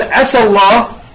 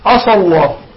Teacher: تستعلي بالسين وتفخم السين أصبحت صاد · Shown in: second take